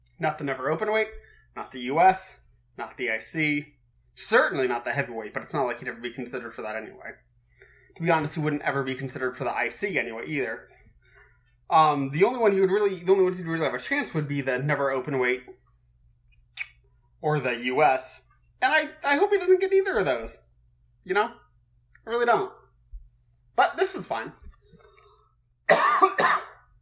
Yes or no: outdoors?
no